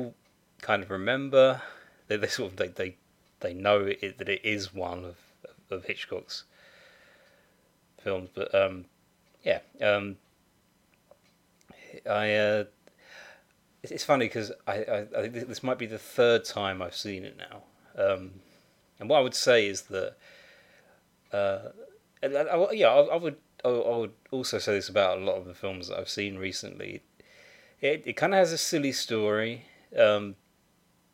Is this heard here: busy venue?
no